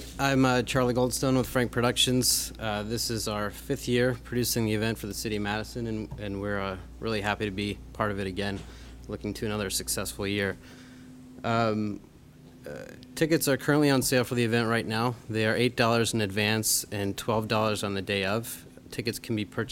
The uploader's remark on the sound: Press Conference on the 2011 Freakfest